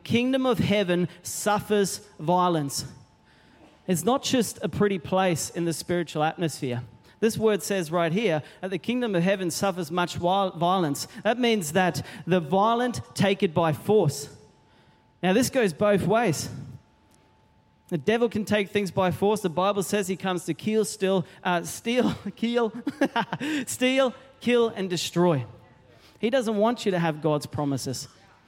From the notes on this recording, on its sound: Recorded during our 9am service on Sunday, the 24th of September 2023.